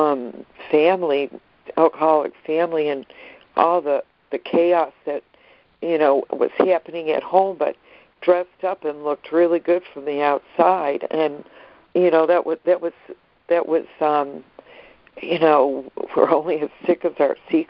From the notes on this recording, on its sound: ACIM Daily Conference Call